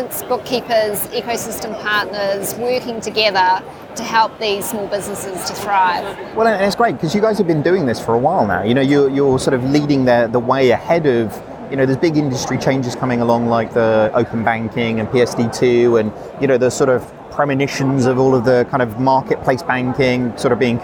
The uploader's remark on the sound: Live from Xerocon